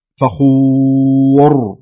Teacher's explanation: صحيح أن تفخم لأن الراء ساكنة وما بعدها الواو وما بعد الواو مضموم · Term: التفخيم